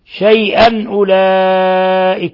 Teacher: شيئا أولئك، تنوين فتح جاء بعده الهمز، الحكم التجويد إظهار حلقي، ثم مد متصل في لفظ أولئك، مد من 4 إلى 5 حركات